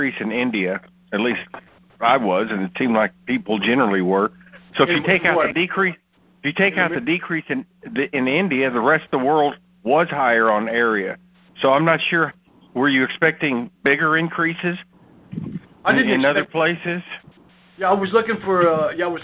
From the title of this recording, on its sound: May 2018 Monthly Conference Call